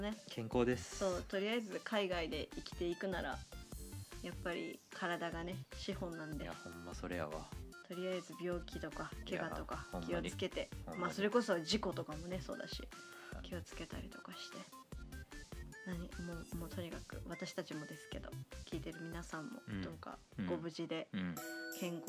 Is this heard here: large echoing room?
no